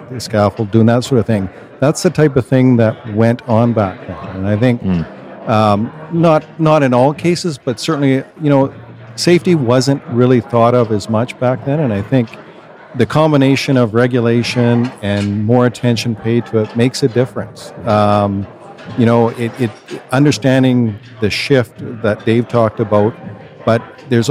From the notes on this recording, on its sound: From the conference floor at the VRCA Construction Leadership Forum 2023.